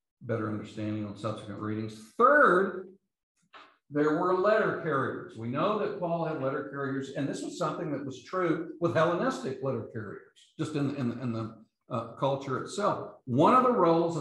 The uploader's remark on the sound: These podcasts are the recordings of the lectures.